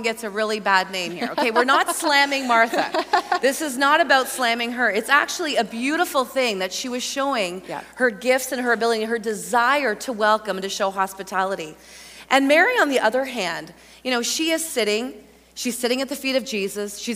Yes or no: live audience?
yes